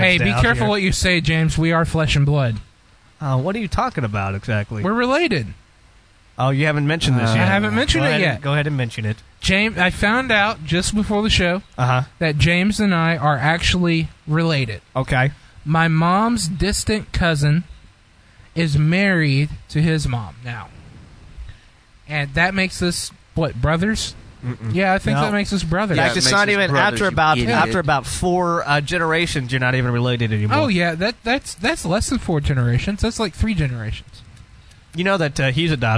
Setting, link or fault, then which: setting, busy venue